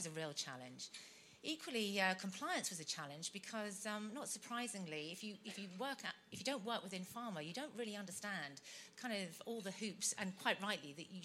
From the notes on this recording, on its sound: hear a case study from the 2019 Patients as Partners EU conference